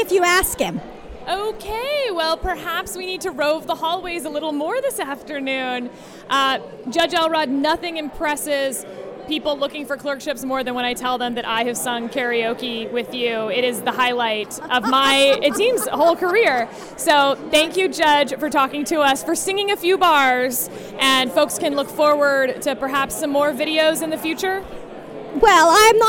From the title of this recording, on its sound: Live from the Mayflower Hotel